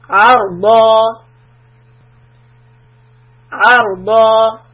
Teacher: When you stop and there's two fathas, we take it out but keep the long sound.